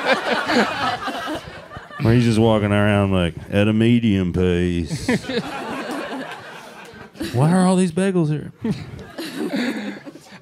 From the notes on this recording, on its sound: LIVE from Dynasty Typewriter in Los Angeles